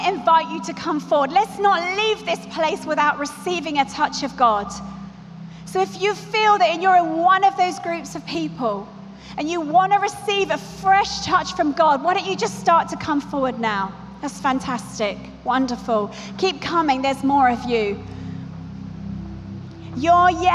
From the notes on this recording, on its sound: Keynote 5 from the Message Conference 2017 recorded at Victoria Warehouse on 18 November.